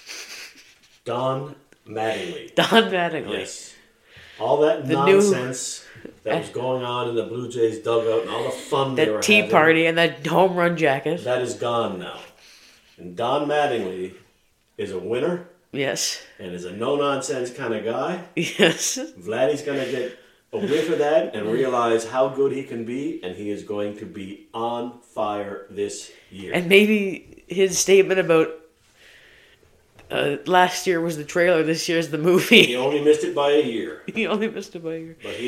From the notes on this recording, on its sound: Apologize for the mic issues, we'll fix them!